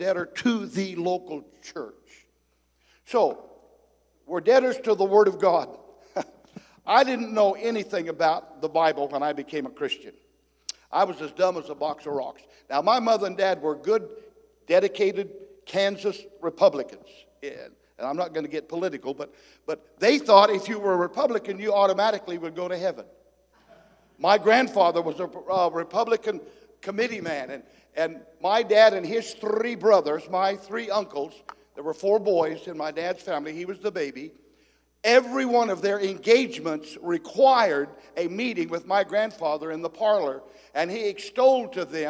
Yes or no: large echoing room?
yes